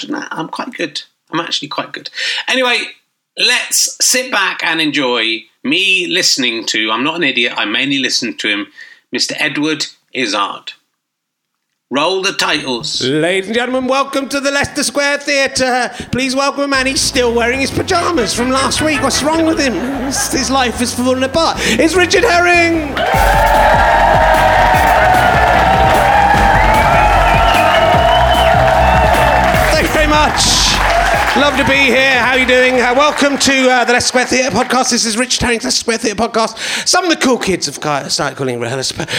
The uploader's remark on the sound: Leicester Square Theatre Podcast